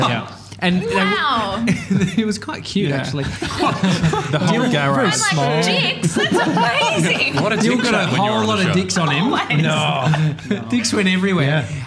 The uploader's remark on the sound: Salona On Swan Street. Today we're live from Salona in Richmond.